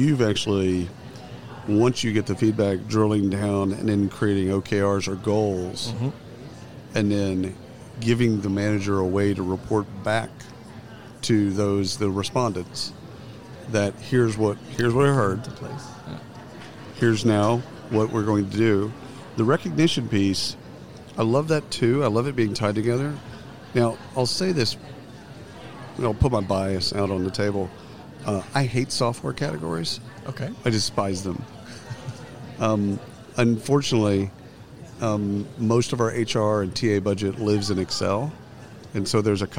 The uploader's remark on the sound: Live from SHRM 2022.